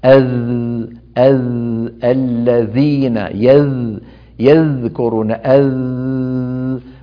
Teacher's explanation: الذال مجهورة، لو وضعنا إصبعينا على الحنجرة وقلنا أذ الذين يذكرون أذ، فنجد تحت إصبعينا ارتجاف